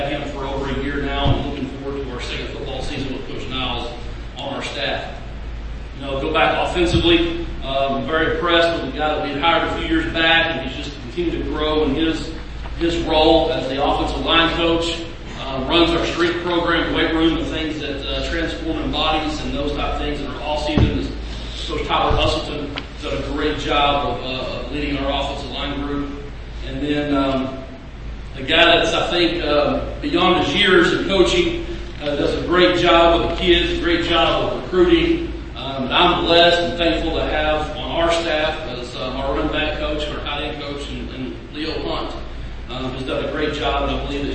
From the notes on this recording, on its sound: I attended the Southwest Junior College Football Conference (SWJCFC) Media Day, where all the conference coaches took a turn at the podium.